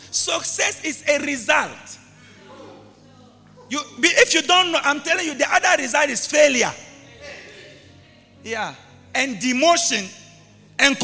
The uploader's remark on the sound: LIVE AT ABC KHALANYONI